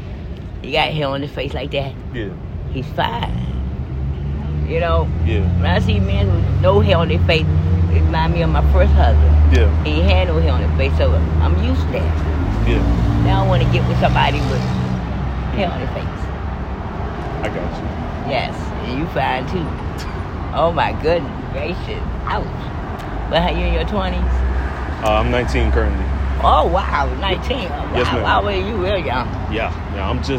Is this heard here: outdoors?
yes